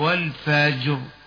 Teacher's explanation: أن الراء في كلمة والفجر مفخمة عند الوقف